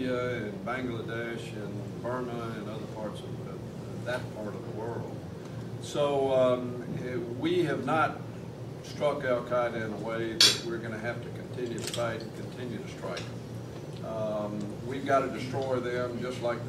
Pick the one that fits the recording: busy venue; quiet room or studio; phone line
busy venue